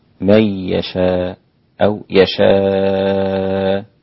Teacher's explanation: من يشاء مد المتصل 4 حركات لكل القراء إلا حمزة وغرش 6 حركات. وكلمة يشاء يقف عليها حمزة وهشام بخلف بإبدال الهمزة ألفا وله المد وله القصر